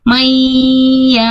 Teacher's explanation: Kemudian di wa aqo samu billahi jahda imanim tadi sudah bagus, la yab'atsullahu may ya, maynya tadi kurang tahanannya kurang sempurna ya Eyang ya, disempurnakan lagi tahanannya 3 harokat atau 3 ketukan